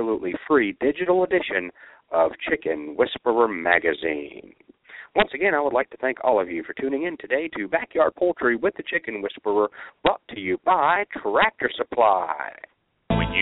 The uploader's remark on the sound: taking questions from live callers